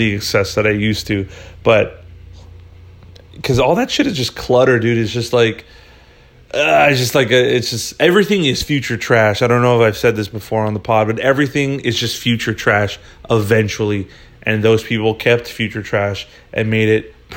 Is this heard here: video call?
no